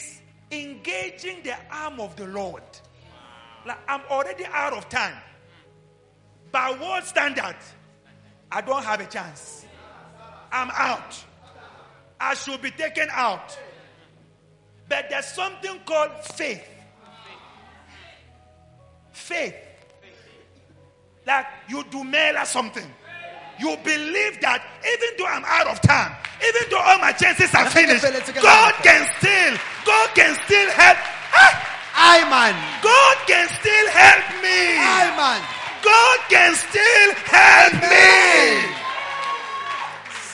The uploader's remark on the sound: LIVE AT ABC KHALANYONI